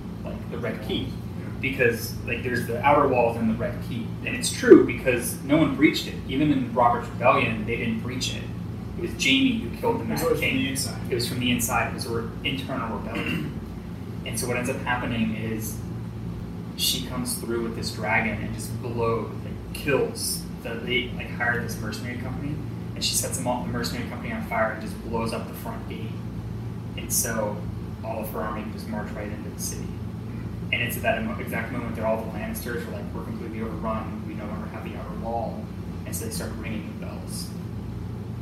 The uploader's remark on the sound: We apologize for the audio issues this week